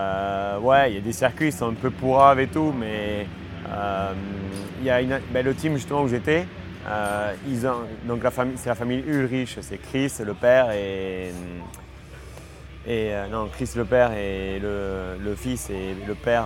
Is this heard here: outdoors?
yes